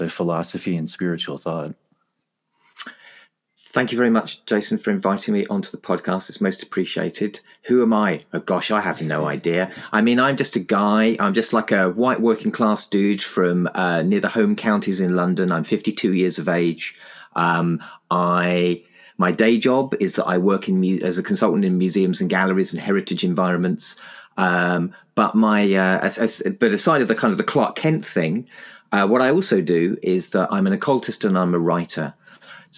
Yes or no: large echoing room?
no